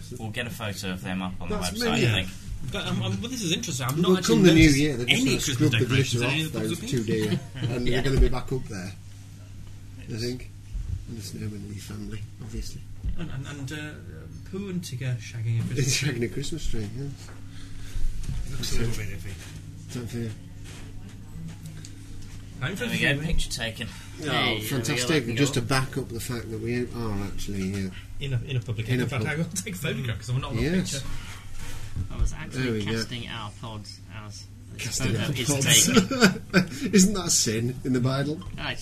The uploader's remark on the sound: The chaps strap on their drinking trousers and head off on a pub crawl, recording the podcast as they go.